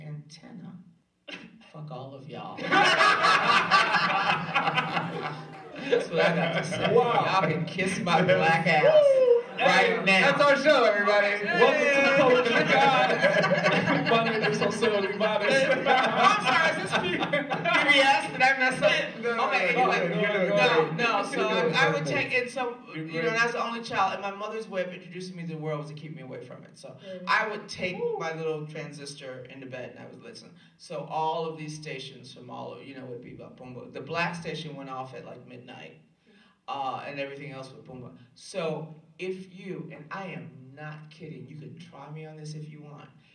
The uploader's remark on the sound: live from Vassar College